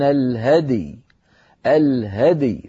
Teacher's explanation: فنقلقل الدال وبسرعة ننتقل إلى ياء ساكنة بعدها